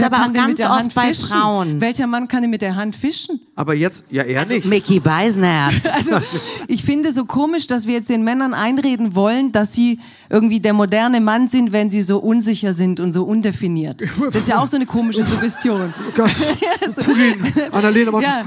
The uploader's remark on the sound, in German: live aus Frankfurt